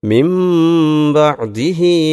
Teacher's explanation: മിൻ എന്നതിൻ്റെ മുകളിൽ, ആ നൂനിൻ്റെ മുകളിൽ ഒരു ചെറിയ മീം നൽകിയിട്ടുള്ളത്. അതായത് മിൻ എന്നതിലെ സുക്കൂനുള്ള നൂനിനെ അതിനുശേഷം ബാ വന്നതുകൊണ്ട് മീമാക്കി മാറ്റി ഓതണം. നൂനിനെ മീമാക്കി മാറ്റുകയാണ്. · Term: ഇഖ്ലാബ്